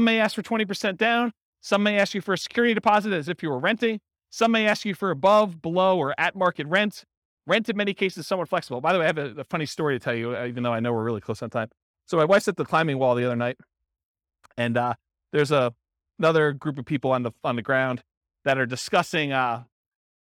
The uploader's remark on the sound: This was a live class recorded